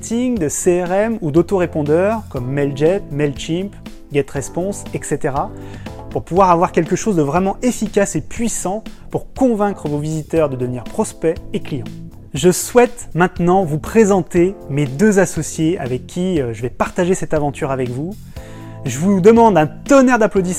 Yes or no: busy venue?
no